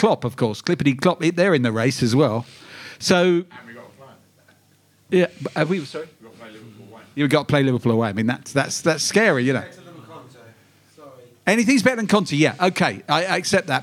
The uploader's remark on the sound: Live at the Albany for a crisis show special.